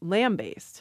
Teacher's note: I have shifted the stress to the first syllable